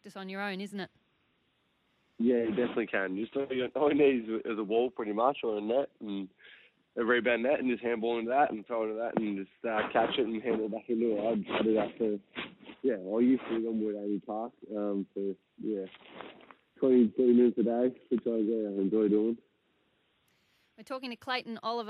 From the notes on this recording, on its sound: jumped on the line